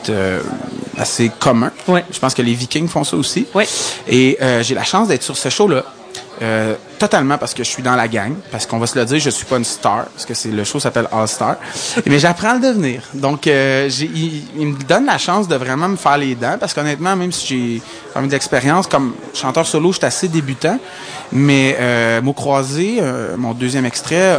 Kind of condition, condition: setting, busy venue